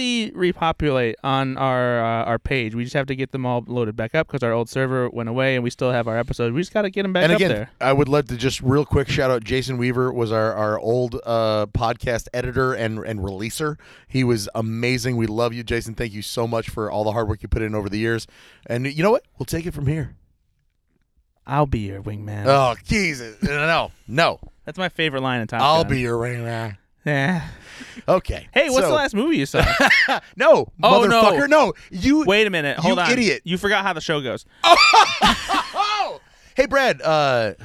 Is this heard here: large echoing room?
no